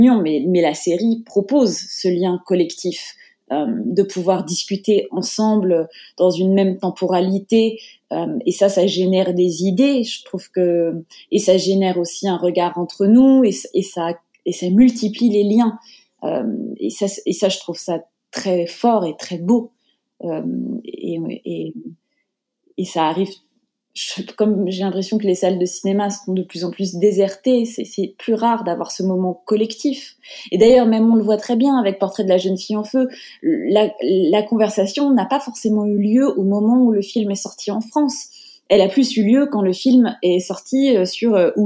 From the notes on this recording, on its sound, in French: lors de ces enregistrements à distance